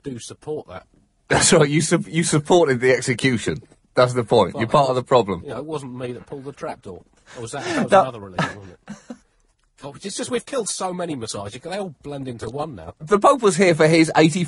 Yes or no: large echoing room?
no